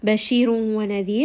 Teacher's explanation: رَا in this case is heavy because it has a ضَمَّة. وَنَذِيرٌ. رَا is light because there is a يَا with a سُكُون.